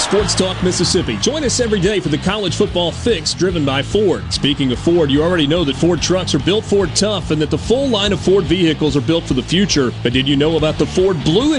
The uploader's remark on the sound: LIVE fromFounder's Square at The Neshoba Co Fair, and he is joined under the SuperTalk tent in the Element Wealth Studio by a wide variety of guests - from elected officials to civil servants and more!